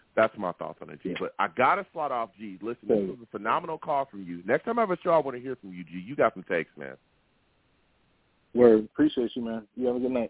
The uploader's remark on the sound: I take live callers!